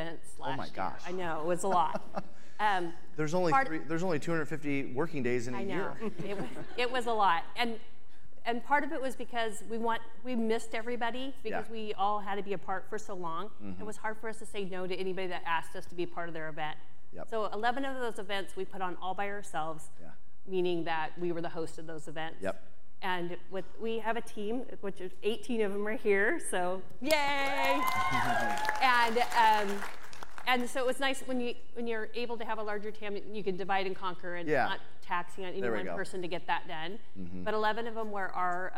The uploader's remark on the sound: we’re bringing you a live segment